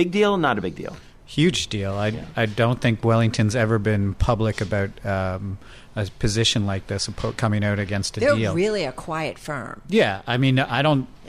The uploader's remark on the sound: from the Super Return conference in Berlin